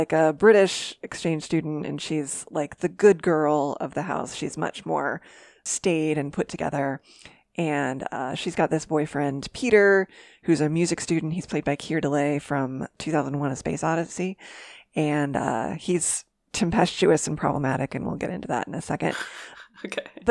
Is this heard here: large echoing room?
no